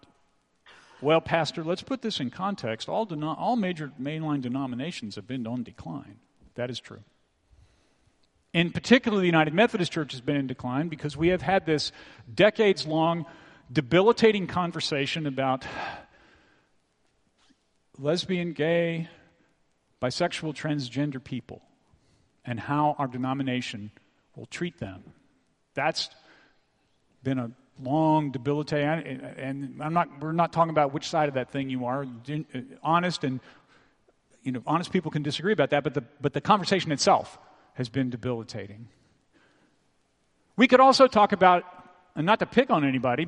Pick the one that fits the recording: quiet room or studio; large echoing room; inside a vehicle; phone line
large echoing room